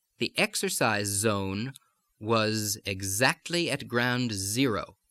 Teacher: I'm overdoing the Z's there so you can hear how they exist in English, even though they're sometimes spelled with S.